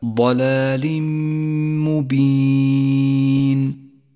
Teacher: قوله تعالى ضلال مبين، جاء التنوين وبعده حرف الميم، والواجب هنا أن نسقط التنوين من اللفظ وأن نشدد حرف الميم وأن نقف بغنة على حرف الميم زمنها حركتان · Term: الإدغام بغنة